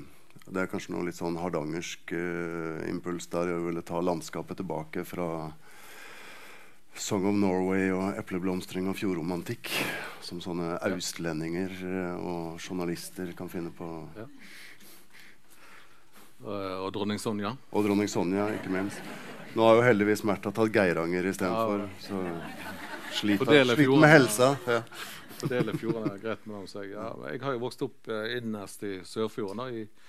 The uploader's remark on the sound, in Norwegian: Frå Kapittel23. Til samtale på Kapittelfestivalen på Sølvberget. Innspelt på Sølvberget bibliotek og kulturhus.